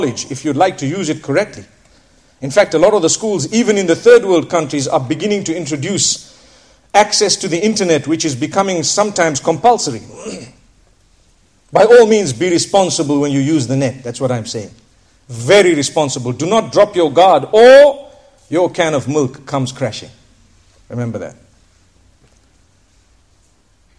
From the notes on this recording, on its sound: School Lecture at Bolton, Lancashire, UK